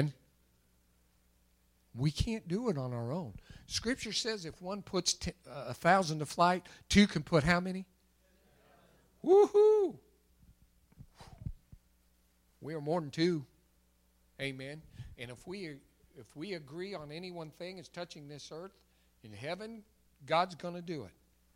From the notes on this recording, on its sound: recorded March 28, 2021 at Open Bible Church in Lawrenceburg, KY.